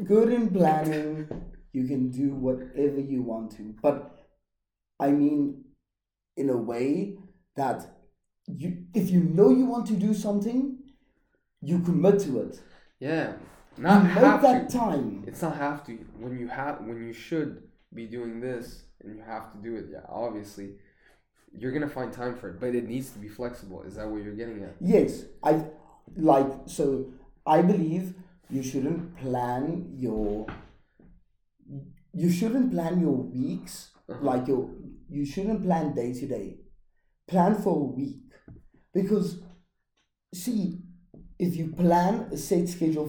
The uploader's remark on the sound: Excuse the bad noise quality my mic was giving problems.